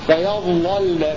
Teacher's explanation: وهنا في لفظ ظللنا فيه لامان، اللام الأولى مفتوحة وقبلها ضاء فهذه تغلظ، اللام الثانية ساكنة فترقق هكذا ظللنا، غلظنا اللام الأولى المفتوحة ورققنا اللام الساكنة فيظللنا، كذلك فيظللنا فيها لامان، اللام الأولى مفتوحة تغلظ واللام الثانية ساكنة ترقق فيظللنا. · Term: التغليظ